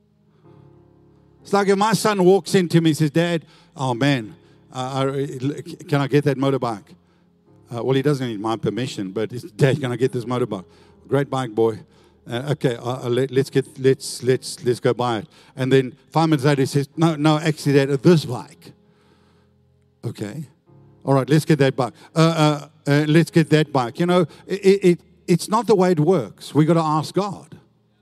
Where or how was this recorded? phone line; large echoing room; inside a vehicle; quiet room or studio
large echoing room